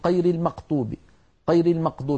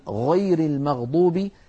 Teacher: يعني مثلا بعض أهل تلك المناطق يقولون قير المقطوب، قير المقطوب بالفاتحة بدلا من غير المغضوب، يشوبون صوت الغين بشيء من القاف · Shown in: first take